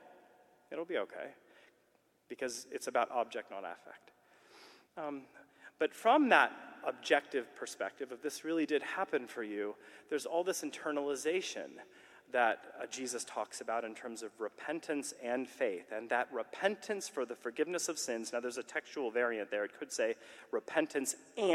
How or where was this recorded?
live audience